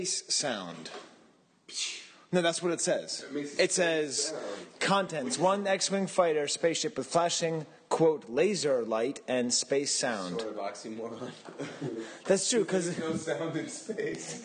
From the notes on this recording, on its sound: during an open Star Wars party